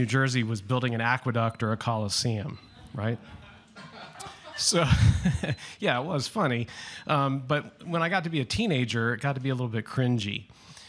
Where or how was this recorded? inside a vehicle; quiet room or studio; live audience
live audience